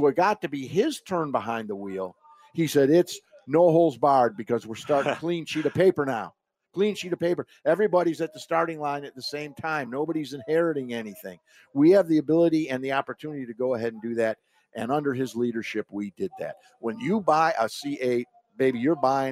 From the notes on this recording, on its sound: Live post-race coverage from Circuit of The Americas as World Endurance Championship racing comes to a close.